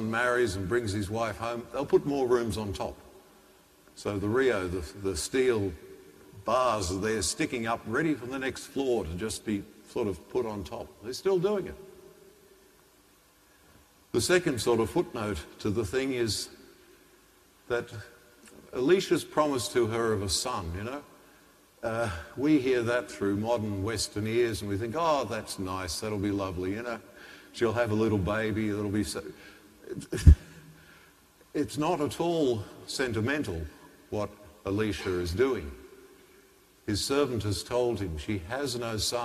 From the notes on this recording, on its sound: The homily from Sacred Heart Cathedral, Hamilton